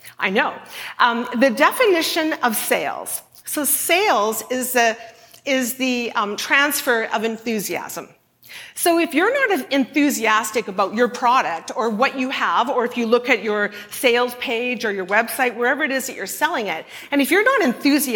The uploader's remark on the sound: at a Shine Live event